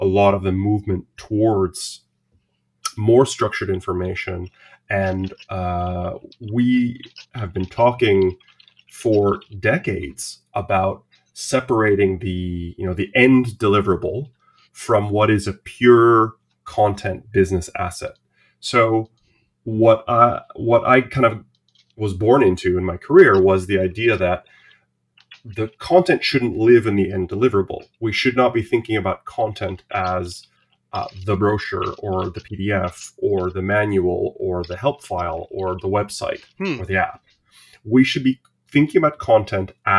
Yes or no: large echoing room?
no